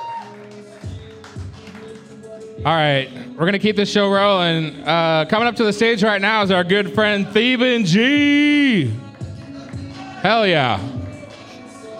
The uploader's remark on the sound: Live at Shark's Comedy Club. Recorded LIVE from Shark's Comedy Club in Dallas, Texas.